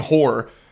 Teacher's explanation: I usually never pronounce that middle syllable of the r. So I just, it sounds like I'm just saying horror.